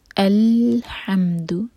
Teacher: ح حلق سے، اور دیکھیں جھٹکا نہیں آنا چاہیے، یہاں پر نہ لام پر قلقلہ ہے اور نہ میم پر، تو جھٹکا نہیں آئے گا